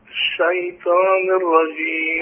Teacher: أنا ما فخمتش الشين، الشين ليست مفخمة